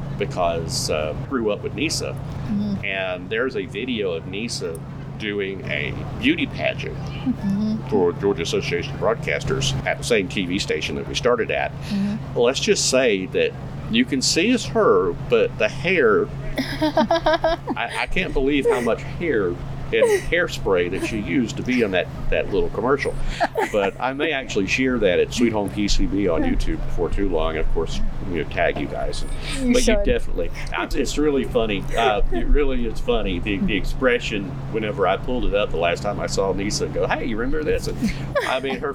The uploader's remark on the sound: On Location at Duplin Winery in Panama City Beach. From Duplin Winery PCB.